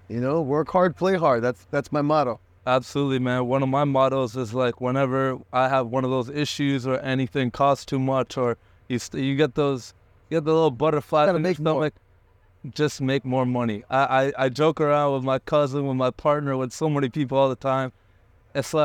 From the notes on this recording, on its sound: Based in Miami FL. Record this podcast on his yacht.